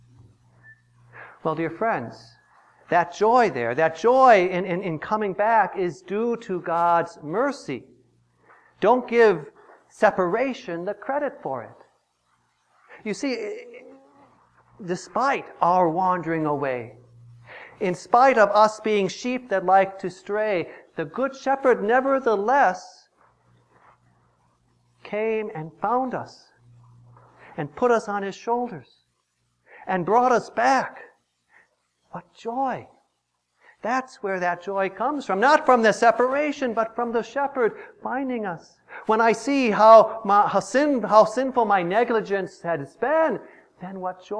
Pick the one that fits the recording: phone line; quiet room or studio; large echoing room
large echoing room